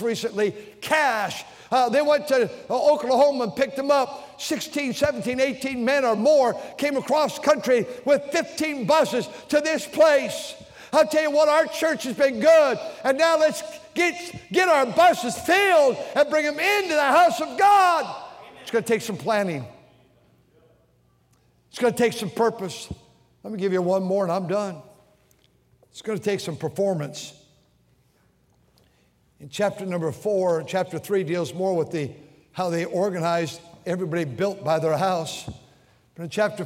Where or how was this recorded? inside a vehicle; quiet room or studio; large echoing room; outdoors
large echoing room